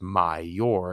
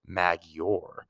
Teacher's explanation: The sounds inside these regular forms blend together more often, also known as that mag plus eor produces major instead of magior. The G sound drops out. · Shown in: first take